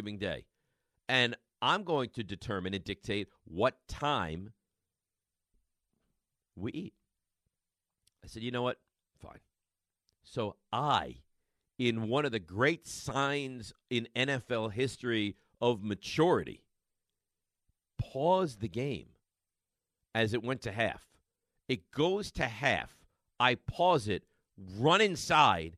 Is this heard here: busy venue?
no